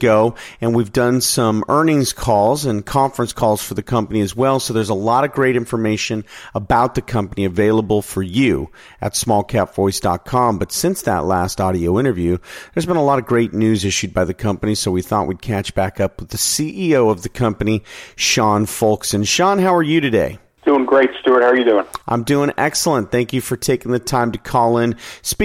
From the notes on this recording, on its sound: called in to SmallCapVoice